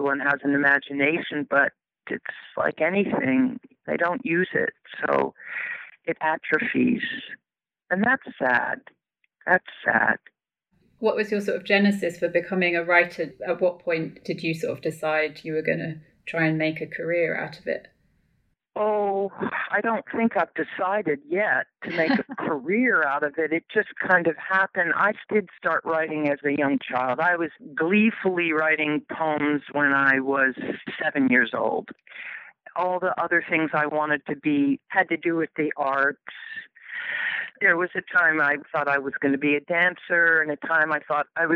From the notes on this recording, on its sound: conversation by telephone